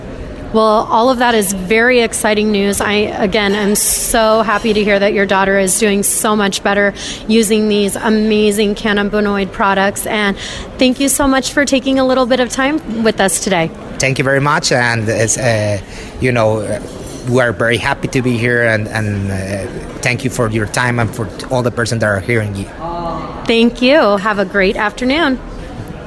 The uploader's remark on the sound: broadcasts on location from the 32nd International Epilepsy Congress 2017 in Barcelona